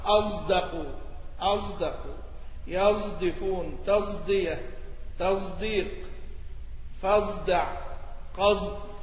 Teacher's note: يعني تشم الصاد زايا · Term: إشمام